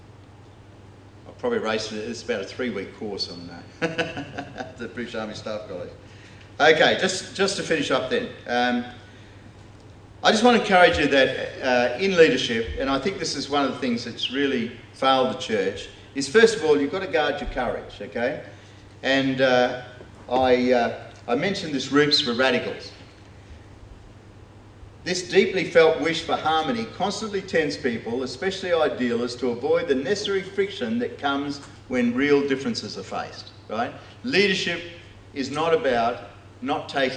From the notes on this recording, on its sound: delivered this talk as part of the first In The Chute conference held by The Geneva Push